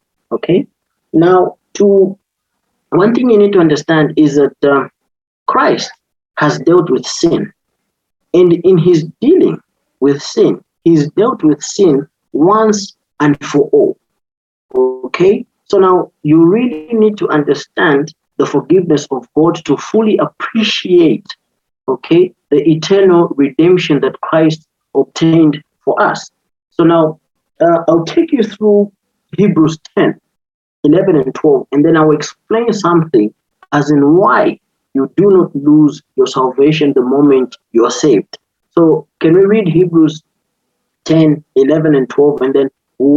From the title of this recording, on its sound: Youth zoom meeting